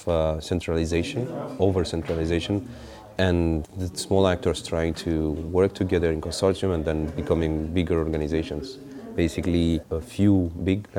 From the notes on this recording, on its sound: This interview was recorded as part of the MONEY MOVES stream of the Berliner Gazette 2016 conference TACIT FUCUTRES, held at the Volksbühne Theatre 27-29 October. This interview was recorded as part of the MONEY MOVES stream of the Berliner Gazette 2016 conference TACIT FUCUTRES, held at the Volksbühne Theatre 27-29 October.